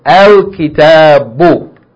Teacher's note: When you put Alif Lam, you have to get rid of the double vowel. It will become a single vowel.